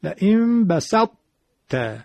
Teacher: یه مقداری بوی این طایی که داره از بین میره هم میاد که میگن ادغام ناقص